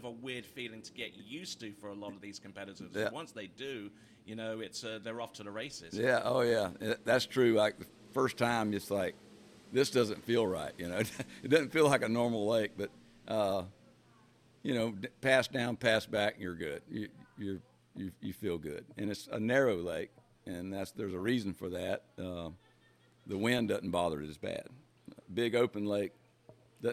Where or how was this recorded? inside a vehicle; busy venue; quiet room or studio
busy venue